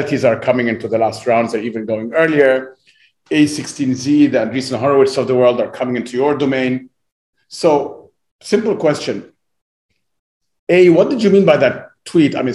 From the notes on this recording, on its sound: Via Zoom in Silicon Valley.